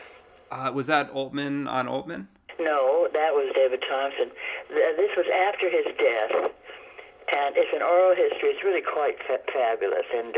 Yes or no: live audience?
no